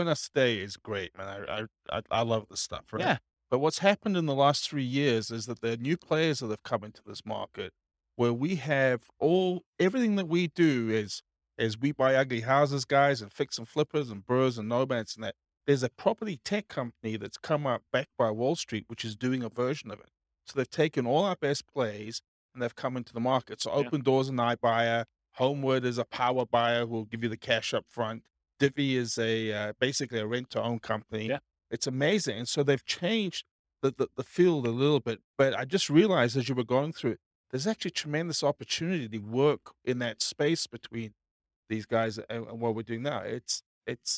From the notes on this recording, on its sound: This was a live class recorded to give investors a solid qualitative overview of all the different real estate investing strategies. Thornton, Colorado.